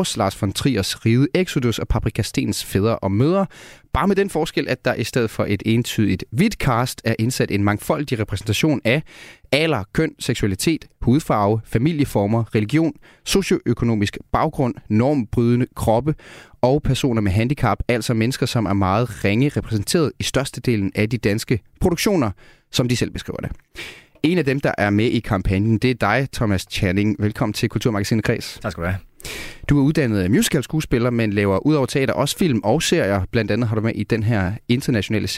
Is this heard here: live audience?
no